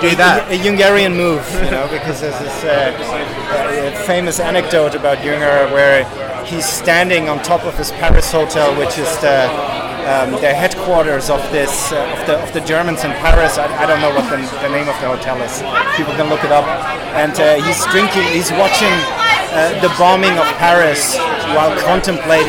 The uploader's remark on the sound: Recording on location from the smoke-wreathed vista at Siglo in Melbourne